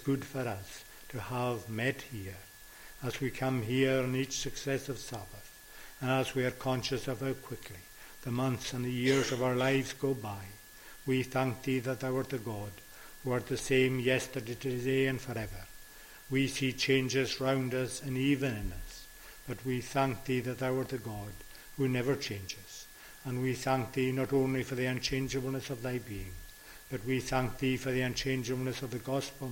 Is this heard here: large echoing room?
yes